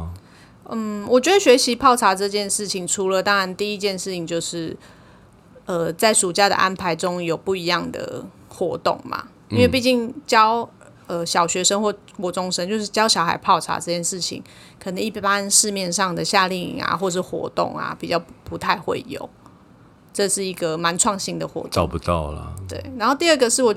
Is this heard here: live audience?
no